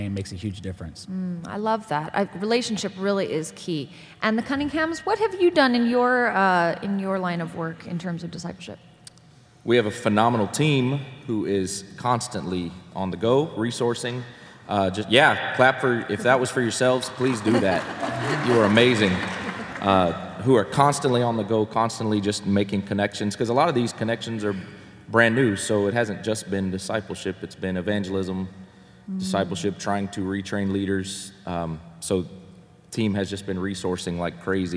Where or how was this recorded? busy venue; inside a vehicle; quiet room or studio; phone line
busy venue